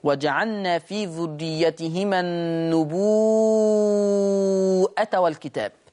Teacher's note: يقرأها النبوءة، فتمد الواو أيضا مدا مشبعا فتصير من قبيل المتصل